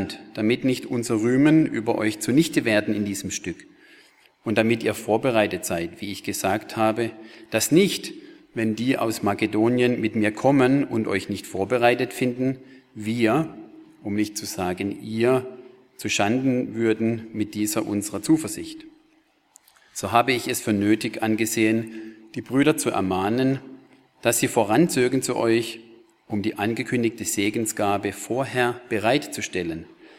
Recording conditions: large echoing room